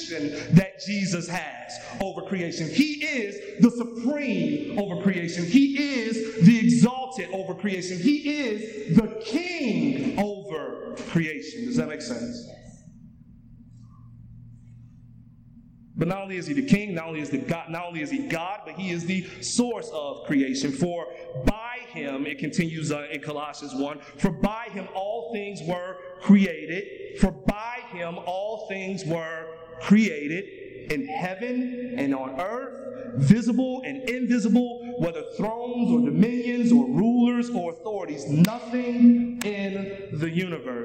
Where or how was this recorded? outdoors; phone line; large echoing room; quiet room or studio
large echoing room